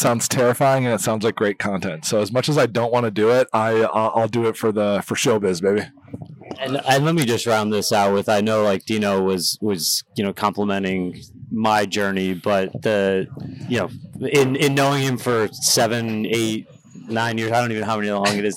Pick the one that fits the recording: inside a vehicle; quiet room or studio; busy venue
busy venue